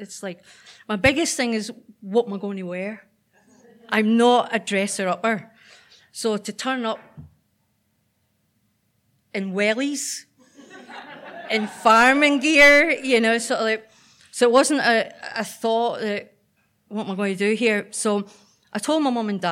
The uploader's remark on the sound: Tenx9 is a live storytelling event where nine people have up to ten minutes each to tell a true story from their own life on a particular theme.